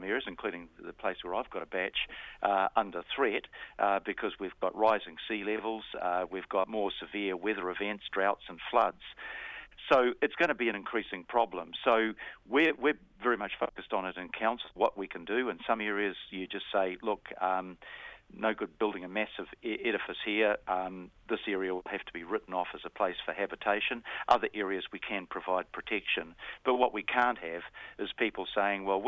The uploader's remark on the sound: phones up for his weekly chat